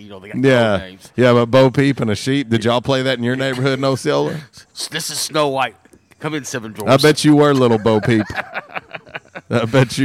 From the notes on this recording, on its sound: LIVE from JTown's Grill! On The Ticket 95.3 Fm/970 AM, Ritter Communications Tubetown 21!